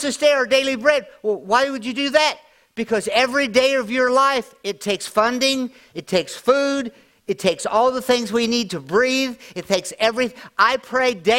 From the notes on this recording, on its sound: at Grace Church in Chester Illinois